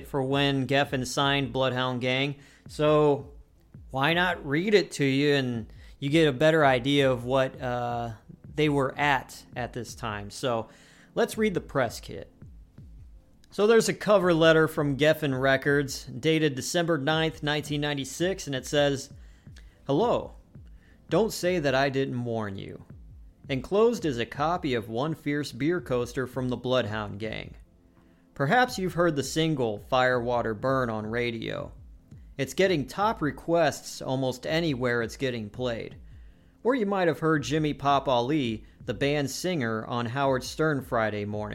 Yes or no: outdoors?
no